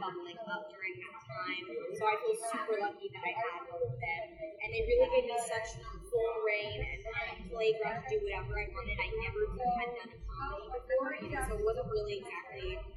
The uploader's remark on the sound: The last red carpet of Tribeca Film Festival was a blast. Taped live on the red carpet.